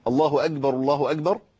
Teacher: أبدل الكاف بجيم بسبب أنه منع صفة الهمس، النفس منعه